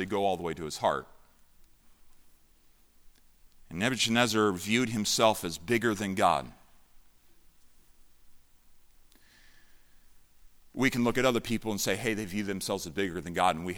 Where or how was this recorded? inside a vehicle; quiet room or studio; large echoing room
large echoing room